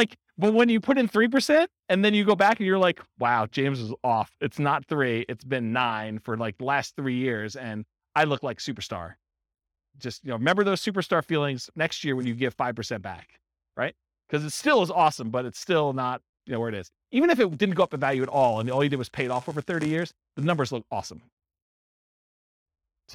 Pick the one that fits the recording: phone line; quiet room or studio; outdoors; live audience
live audience